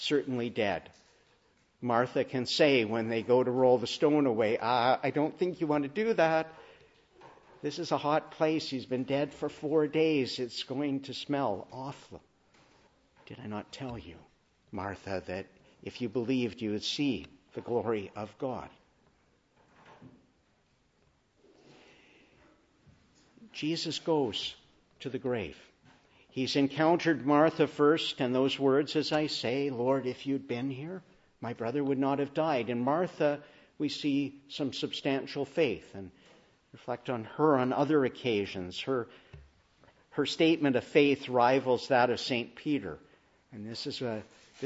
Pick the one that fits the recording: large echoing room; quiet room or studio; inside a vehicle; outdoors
large echoing room